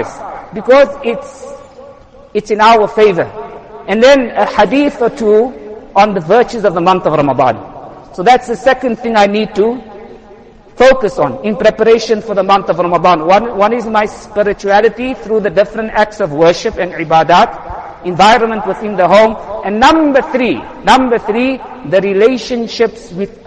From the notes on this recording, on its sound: Jumuah lecture